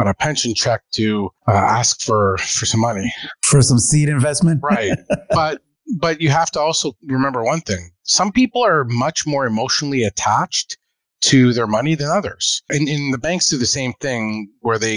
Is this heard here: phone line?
no